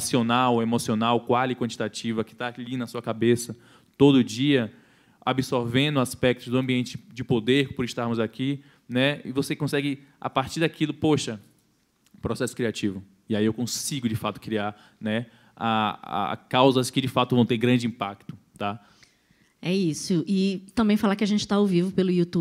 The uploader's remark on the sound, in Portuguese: Foi gravado direto do World Creativity Day em Brasília (DF). Apresenta painel no maior festival colaborativo de criatividade do mundo.